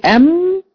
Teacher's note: طيب بالنسبة للميم، الميم لا تخرج إلا بغنة، إذا قلت أم تخرج بغنة، أنت دلوقتي قفلت المخرج قلت أم، الشفتين انطبقوا تماما فوق بعض